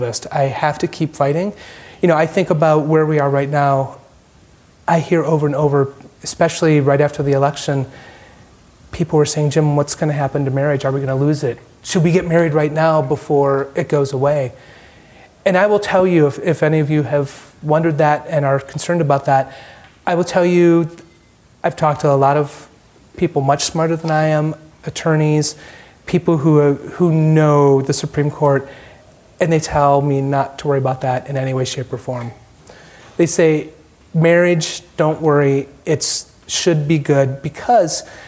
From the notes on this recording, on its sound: During an IVY Ideas Night in Washington DC